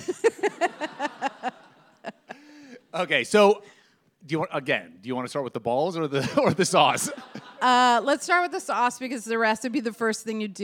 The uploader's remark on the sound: As part of our second live podcast event